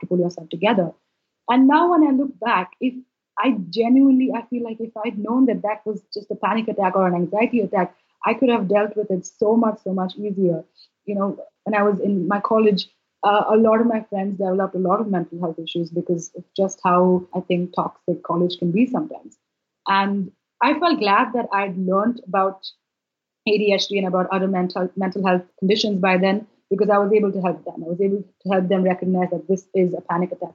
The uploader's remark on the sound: It’s certainly listenable, but the audio gremlins were definitely out in force on the day that we recorded this podcast episode.